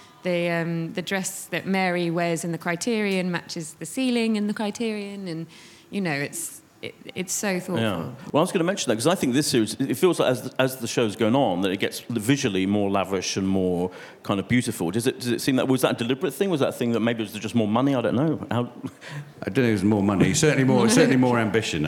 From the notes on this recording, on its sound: at the Apple Store, Covent Garden in London